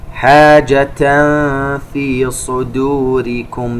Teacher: وننتبه إلى ترقيق الدال في كلمة صدوركم ولا ننطقها ضاد